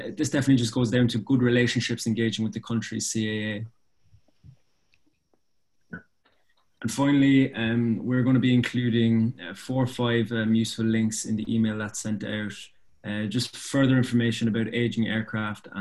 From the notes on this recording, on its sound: APTN Zoom Call.